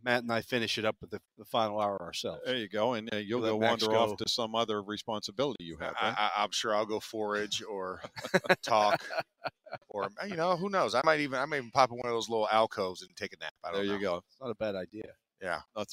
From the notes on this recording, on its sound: The Drive LIVE from the NFL Combine.